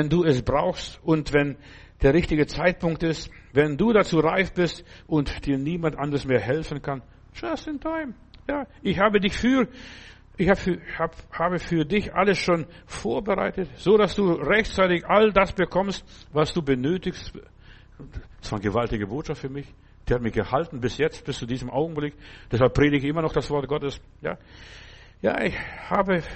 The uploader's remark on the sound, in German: Oktober 2023 im Gemeinde-Zentrum in Berlin aufgenommen.